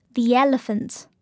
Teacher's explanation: Can I see the map again?最后再介绍一种需要连读的情况，当单词以元音结尾，紧接着另一个元音的时候，两个元音之间会加上另一个音，通常是 w 或者 y。举个例子，在连读 the elephants 的时候，我们通常在 the 的最后一个音 e 和 elephants 词首的发音 a 之间加上 y